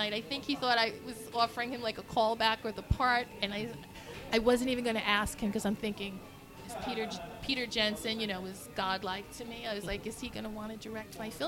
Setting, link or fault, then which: setting, busy venue